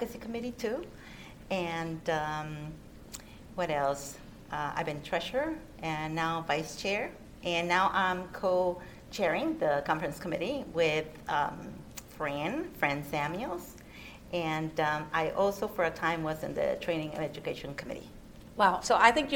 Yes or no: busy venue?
yes